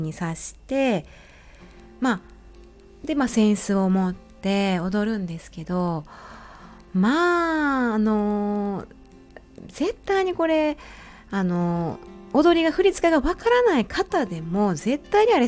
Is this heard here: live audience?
no